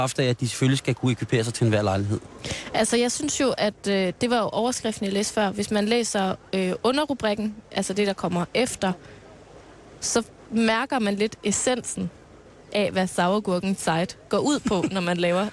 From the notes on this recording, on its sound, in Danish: Der sendes live fra Joboland på Bornholm.